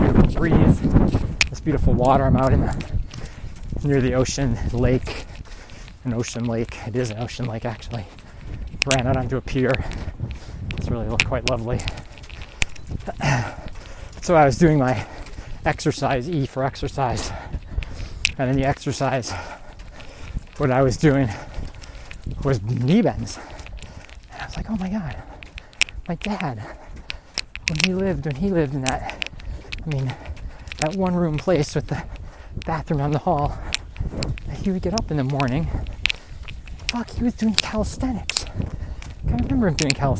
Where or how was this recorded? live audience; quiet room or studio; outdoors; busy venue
outdoors